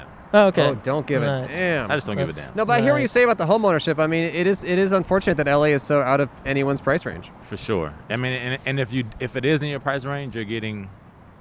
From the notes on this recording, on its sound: Recorded in front of Orangetheory Fitness on 12/30/20 on Brand Blvd in Glendale, California.